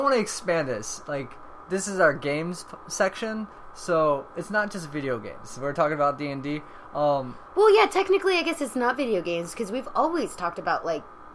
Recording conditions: background noise